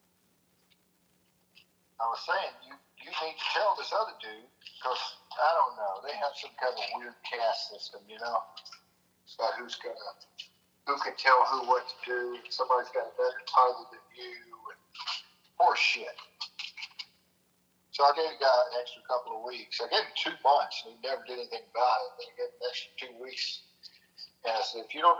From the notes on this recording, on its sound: Phone Call With My Dad.